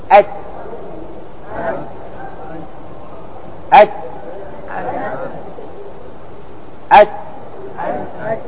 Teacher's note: لماذا خرج الهواء؟ لأنه مهموس، والهمس عبارة عن خروج إيش؟ خروج الهواء بعد ذلك الحرف